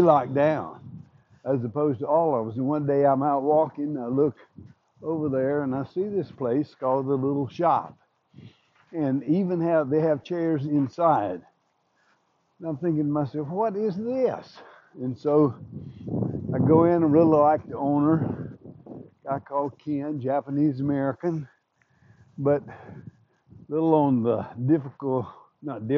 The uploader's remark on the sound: A first time doing this while walking.